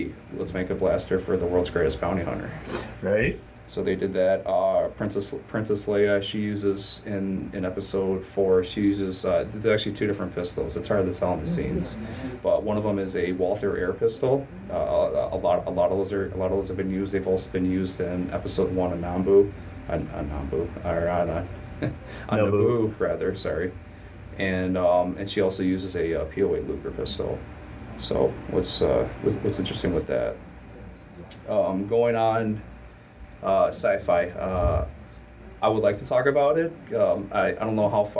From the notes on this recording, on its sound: Had some background noise I had to reduce, so we sound a little flat.